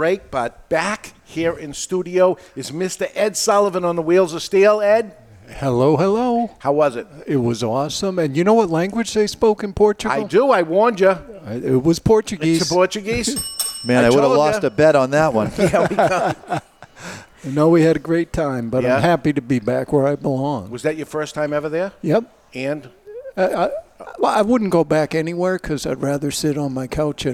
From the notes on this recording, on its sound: Live In Studio. Recorded live in front of a studio audience at Studio 21 Podcast Cafe upstairs at Two Guys Smoke Shop in Salem, NH.